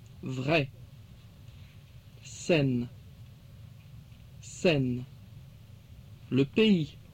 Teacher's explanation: the main vowel in each case, except in faisant, is an open E sound